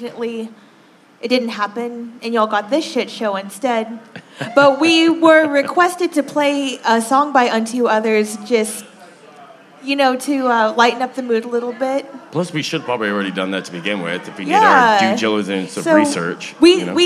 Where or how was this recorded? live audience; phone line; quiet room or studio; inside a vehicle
live audience